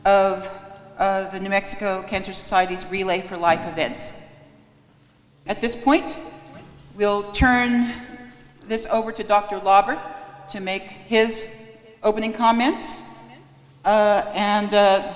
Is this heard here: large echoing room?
yes